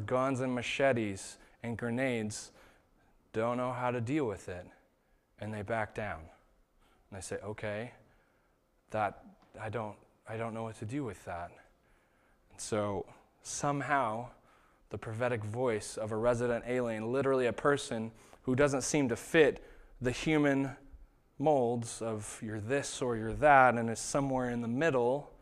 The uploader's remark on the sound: This was the sermon that was preached at Shelton Church of the Nazarene on September 22nd, 2019